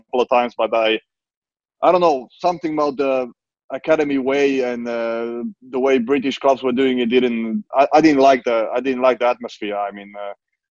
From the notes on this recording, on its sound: the entire FFS team to turn up for a five-way Zoom